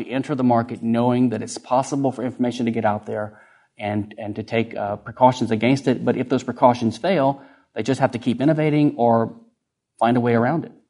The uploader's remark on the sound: Recorded at Mises University 2011.